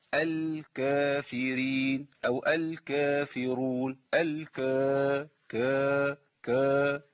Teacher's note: بيحاول يضخم صوته شويه، فيخلي الكاف يعني التي سبقت الالف مفخمه، لان الالف احنا عرفنا ان الالف ايه، الالف يقبل التفخيم ويميل للتفخيم، عشان كده لما بيخش على حرف مفخم بيعمل ايه، بيزيد التفخيم. · Term: تفخيمها